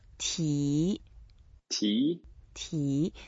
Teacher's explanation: the second tone, so it goes up a little bit. And if you want, it's really no restriction how long you want to continue saying that sound.